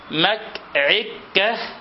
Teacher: وآخرون يجعلون اللام كافا، وهذه لثغة عجيبة، كالذي عرض لعمر أخي هلال فإنه كان إذا أراد أن يقول ما العلة في هذا قال مك عكة في هذا، تخيل، يعني ينطق اللام كافا مك عكة، يعني ما العلة في هذا.